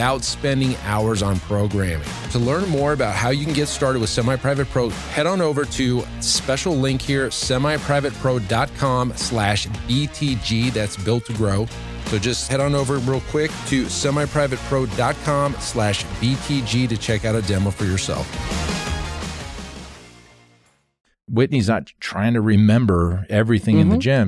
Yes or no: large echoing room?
no